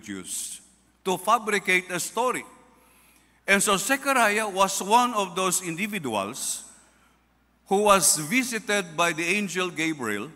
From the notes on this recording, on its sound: This sermon podcast was recorded live at Zamboanga City Alliance Evangelical Church.